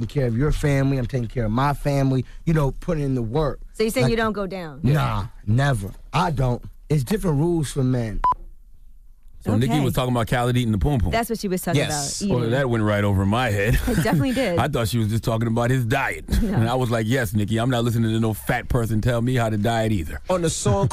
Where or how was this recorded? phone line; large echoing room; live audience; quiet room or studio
phone line